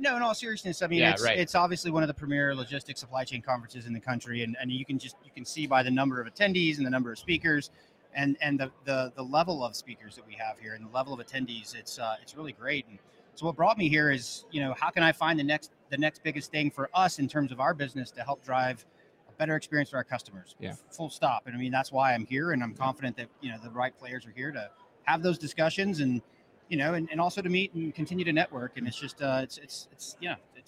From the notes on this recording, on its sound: Live from Manifest The Future of Logistics Conference In Las Vegas